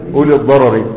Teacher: قال والفتحة قبل كسر راء في طرف أمل للأيسر مل تكفى الكلف، يعني أن الفتحة تمال إذا كان بعدها راء مكسورة متطرفة نحو أولي الضرر · Term: الإمالة